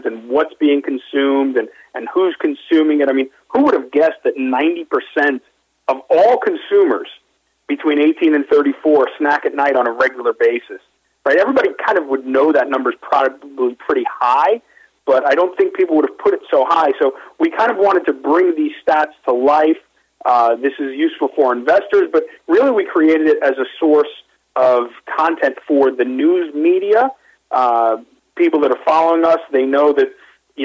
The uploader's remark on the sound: called in to SmallCapVoice.